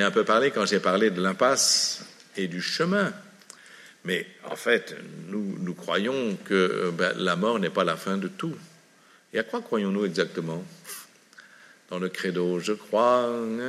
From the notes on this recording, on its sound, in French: À la salle des Carmes de La Rochefoucauld une conférence sur la fin de vie.